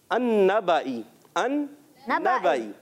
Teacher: پہلا نون دوسرے نون میں مل گیا، اور اس لیے نون مشدد ہو گیا